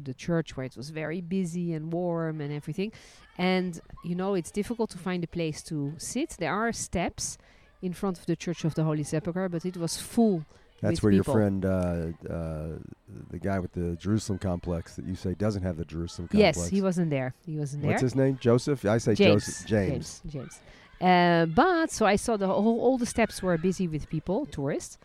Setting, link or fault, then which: setting, outdoors